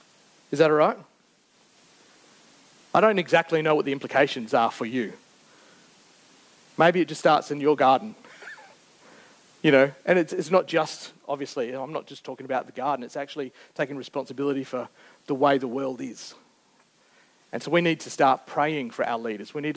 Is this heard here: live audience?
yes